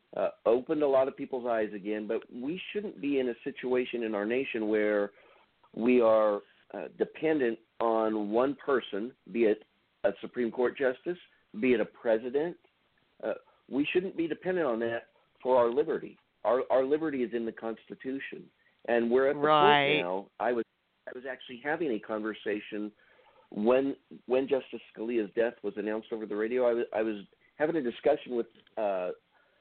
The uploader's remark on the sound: An Open Phone Line Discussion